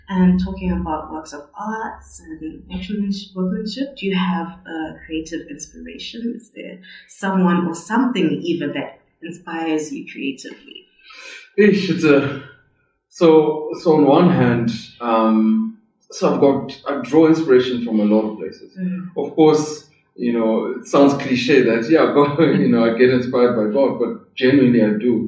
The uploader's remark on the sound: We sincerely apologize for the background noise in this episode